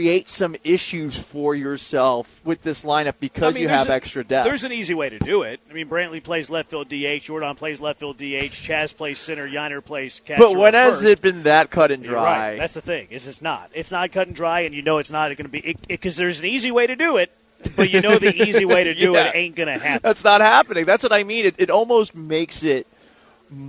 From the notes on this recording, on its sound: LIVE from Circa Resort & Casino in Las Vegas!